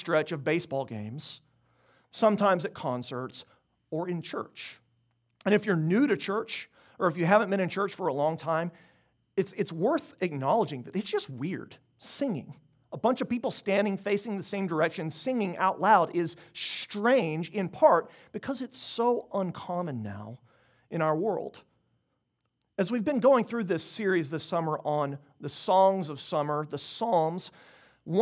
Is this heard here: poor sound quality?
no